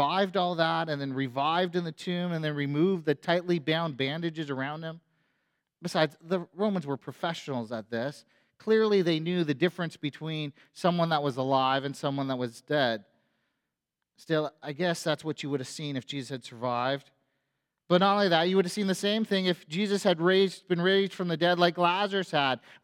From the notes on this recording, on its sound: A sermon on Easter Sunday at FBC Church in Cobourg,